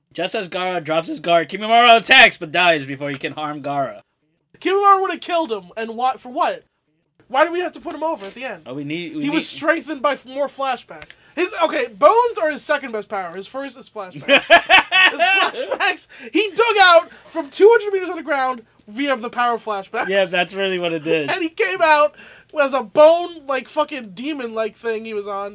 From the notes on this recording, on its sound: This episode is a little choppy as weve had problems with the recording